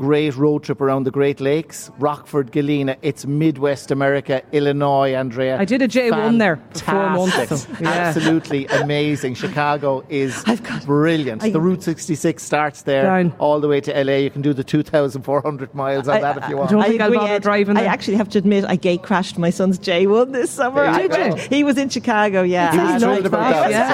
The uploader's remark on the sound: LIVE at the Friends Experience in Dublin